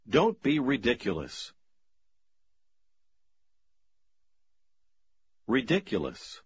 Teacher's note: В последнем слове вы ставите ударение на второй слог